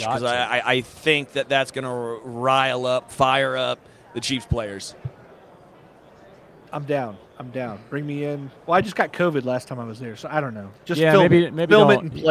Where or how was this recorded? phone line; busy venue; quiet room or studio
busy venue